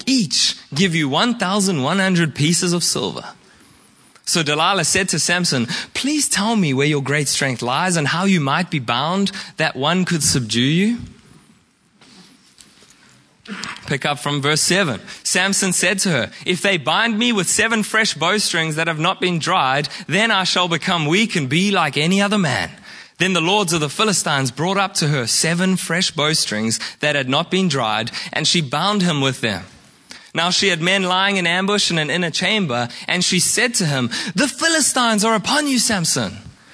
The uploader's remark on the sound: Preached at Horsham Downs on 14/05/2023